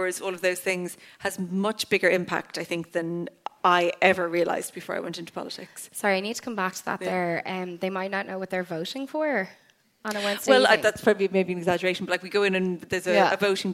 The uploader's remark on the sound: At my live show in the Sugar Club.